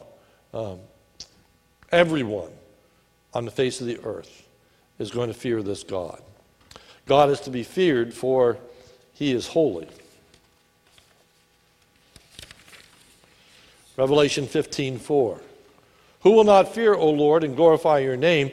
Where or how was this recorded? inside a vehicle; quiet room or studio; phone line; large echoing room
large echoing room